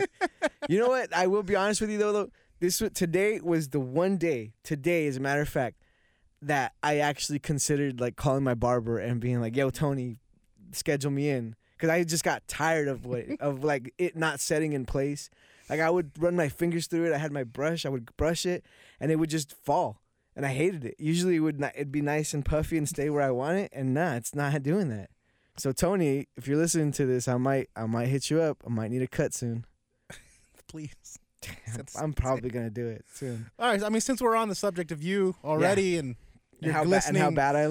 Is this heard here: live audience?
no